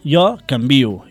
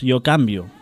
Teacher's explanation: cal pronunciar sempre amb la I tònica o el que és el mateix, pronunciar com a planes i no com a esdrúixoles · Shown in: first take